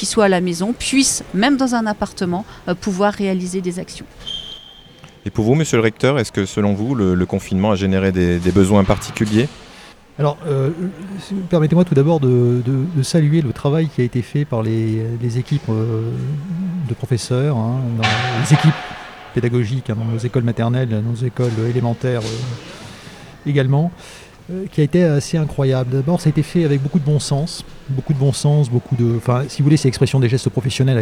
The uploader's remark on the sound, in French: En direct du Congrès de l'AGEEM, une table ronde réunit.